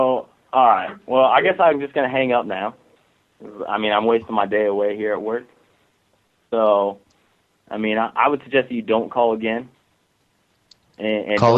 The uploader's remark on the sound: …'s Personal Prank Phone Calls Collection.